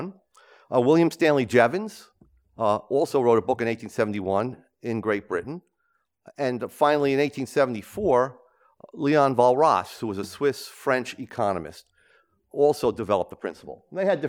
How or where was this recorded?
large echoing room